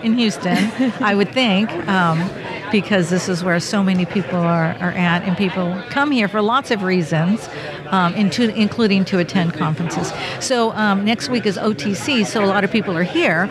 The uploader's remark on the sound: Recorded in the Exhibit Hall at the 2023 SPE Carbon Capture, Utilization, and Storage Conference held at the University of Houston.